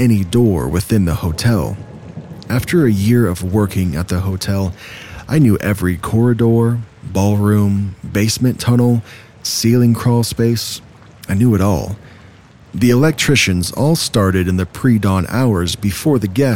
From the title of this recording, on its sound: Told in the Rain